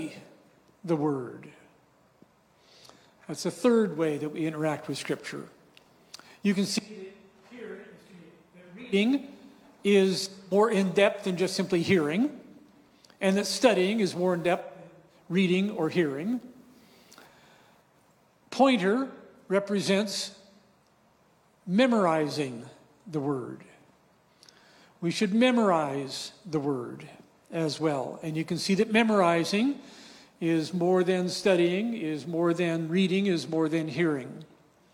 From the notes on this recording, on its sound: Breakout 2 from "Awe & Wonder: A Conference on Prayer," hosted by Thrive Harbor on July 8, 2023 in Gig Harbor, WA.